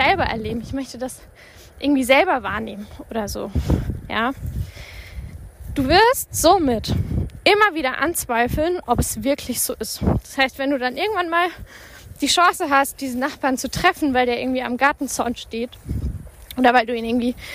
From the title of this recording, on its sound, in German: live vom Spaziergang